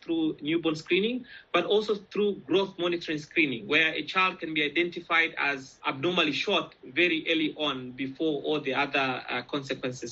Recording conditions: phone line